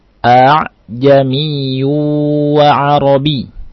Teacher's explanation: dibaca dengan istilah baina-baina. Yaitu antara hamzah dan alif.